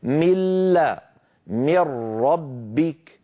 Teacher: فالجزء اللساني من النون معدوم · Term: إدغام كامل